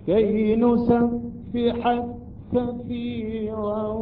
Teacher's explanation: يدغم كاف نسبحك بكاف كثيرا